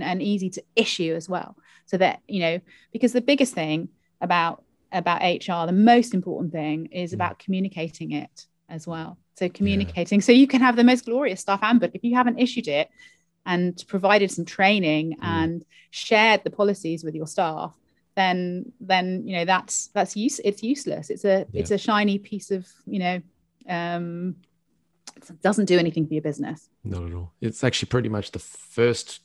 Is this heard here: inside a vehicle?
no